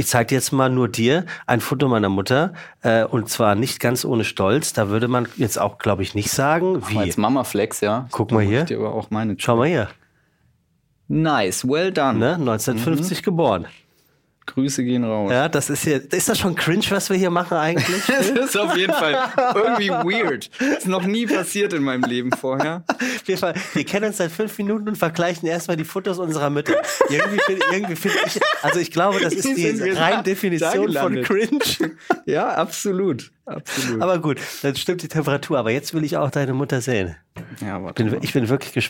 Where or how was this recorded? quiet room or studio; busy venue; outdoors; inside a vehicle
quiet room or studio